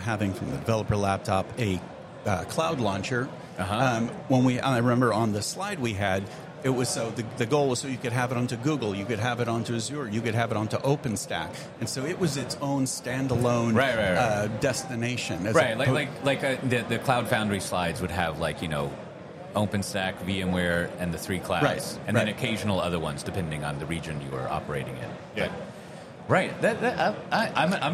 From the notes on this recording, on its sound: record live from KubeCon EU